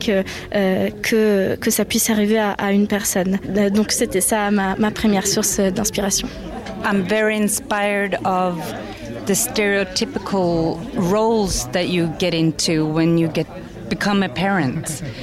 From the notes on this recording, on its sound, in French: Nous étions en direct du festival Premiers Plans – Angers Film Festival , au Centre des Congrès d’Angers. Un Sous-Marin en direct du festival Premiers Plans.